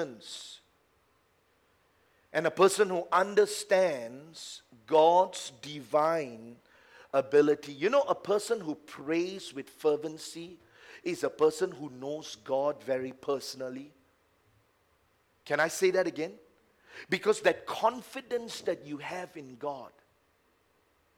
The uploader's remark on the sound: A message preached during our Tuesday service